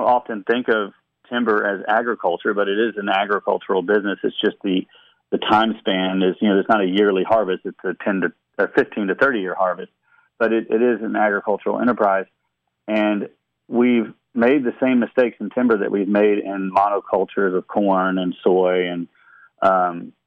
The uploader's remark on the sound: Talks via phoneline with Shreveport farmer and proprietor of MaHaffey Farms.